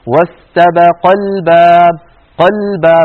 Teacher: لذلك علماؤنا عندما كنا نقرأ عليهم ينبهوننا على الضغط على الحرف الذي قبل الألف الساقطة · Term: الضغطة